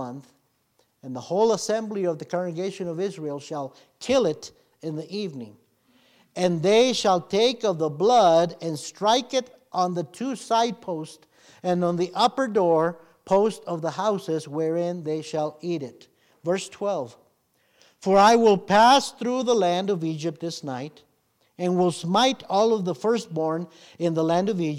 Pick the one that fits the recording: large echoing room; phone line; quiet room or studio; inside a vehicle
large echoing room